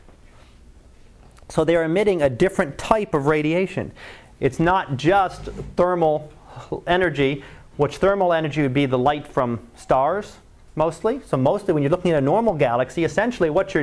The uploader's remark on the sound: Live Class Lecture